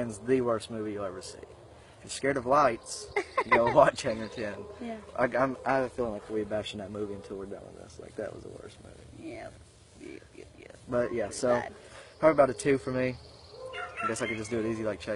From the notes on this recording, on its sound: This episode was recorded as a video and you can hear us talking about getting everything in order. We were outside when we filmed this, not the best idea, but thought it would be fun because we recorded this originally as a video.